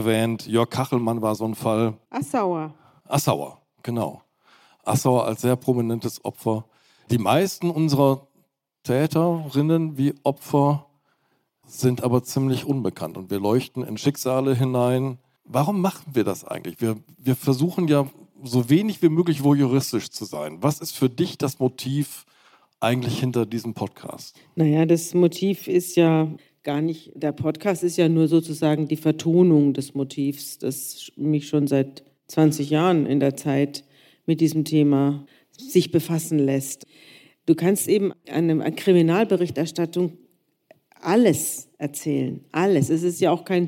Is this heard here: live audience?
yes